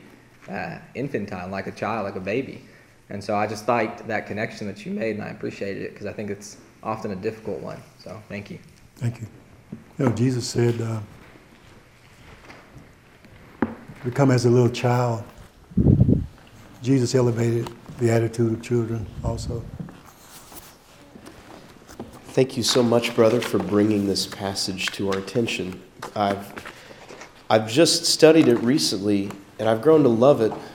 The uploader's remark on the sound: takes unexpected questions from the audience.